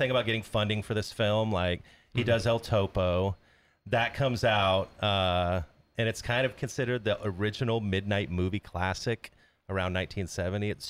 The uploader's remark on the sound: sit down at the Casbah San Diego